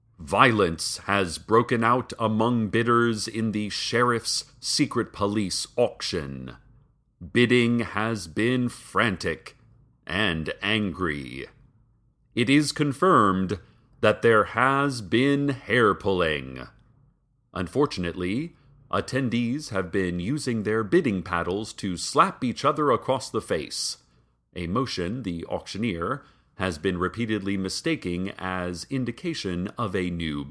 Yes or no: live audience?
no